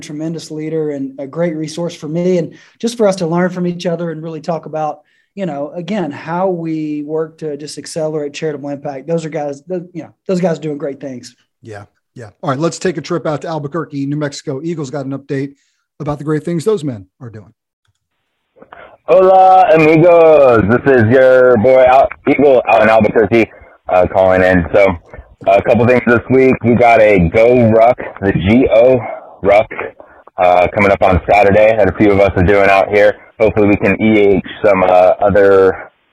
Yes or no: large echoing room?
no